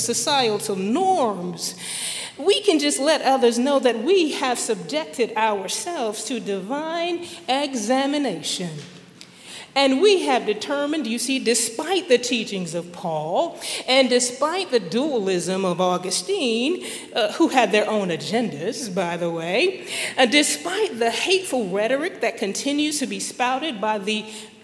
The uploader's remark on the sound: at Highland Baptist Church, Louisville, Kentucky